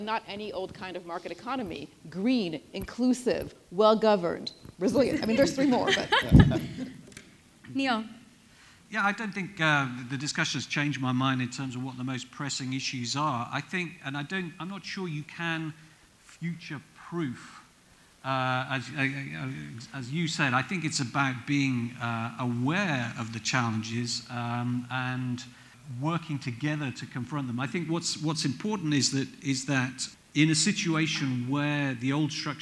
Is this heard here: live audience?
yes